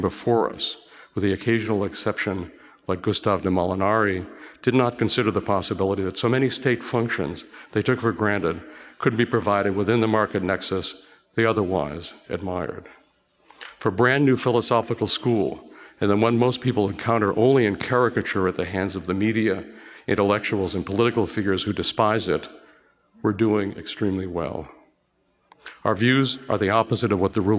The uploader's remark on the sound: Recorded at the Mises Circle in Boston on the campus of Harvard University.